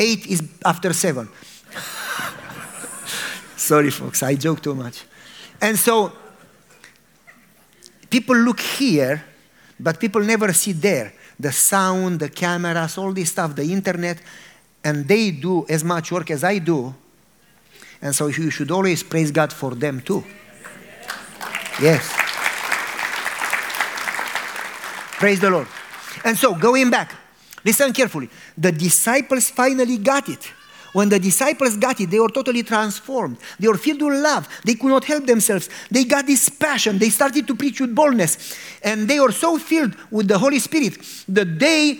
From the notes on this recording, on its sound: a religious sermon and prayer to an audience